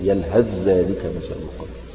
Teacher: هنا ثاء ساكنة بعدها ذال، إذا أردت الوصل أدغم الثاء في الذال